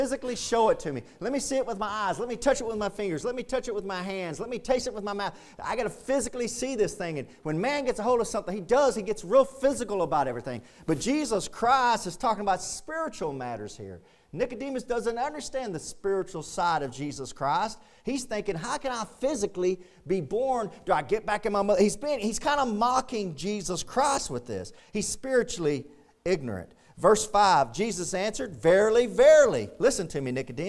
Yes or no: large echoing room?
yes